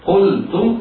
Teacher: القاف مضمومة مفخمة، اللام مرققة